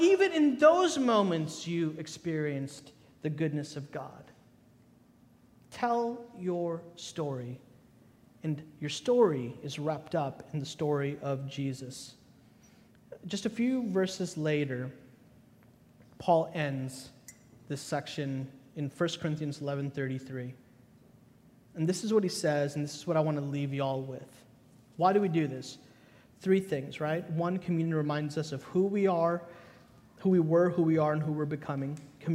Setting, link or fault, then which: setting, large echoing room